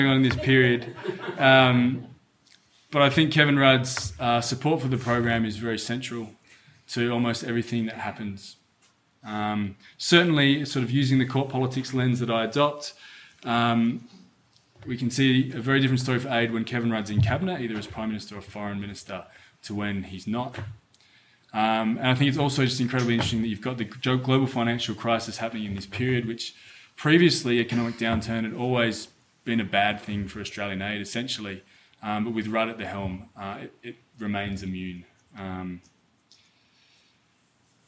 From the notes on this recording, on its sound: Q&amp;A of the Canberra book launch. In this podcast and subsequent Q&A of the Canberra book launch.